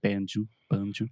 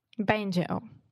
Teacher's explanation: we really exaggerate that moving vowel, the O sound · Shown in: second take · So we're not saying banjo, banjo.